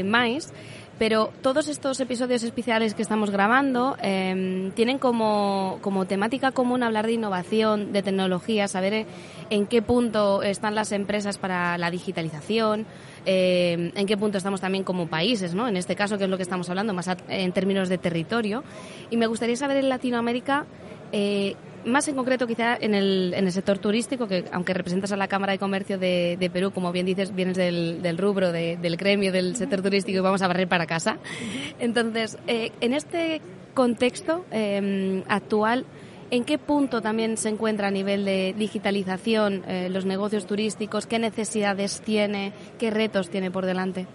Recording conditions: busy venue